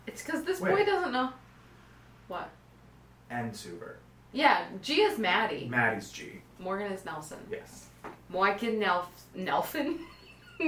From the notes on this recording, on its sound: I am once again am apologizing for the technical issues